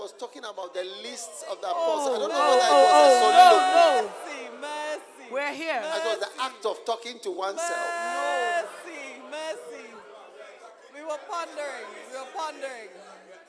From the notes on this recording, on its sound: Preached at the Use It or Lose It Camp, USA.